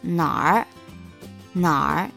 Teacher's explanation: it's just that R sound kind of like blends in and becomes 哪儿, 哪儿, sounds like one sound